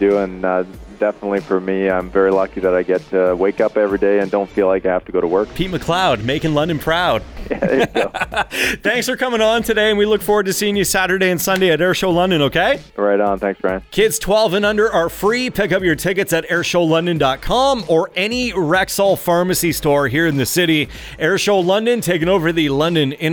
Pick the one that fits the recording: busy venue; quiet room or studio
busy venue